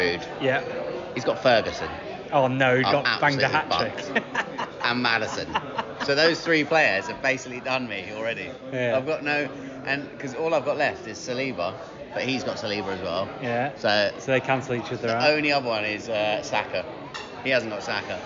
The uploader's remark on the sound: Part 1 is in the pub. Part 2 is on Zoom.